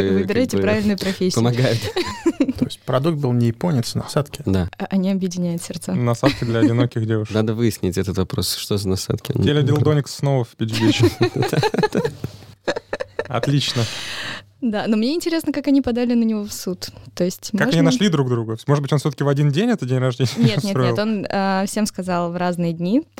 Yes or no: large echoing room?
no